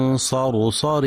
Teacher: وفي كلمة صرصر لتفخيم كل الكلمة ما عدا الراء الأخيرة المنونة بتنوين الكسر، فإنها مرققة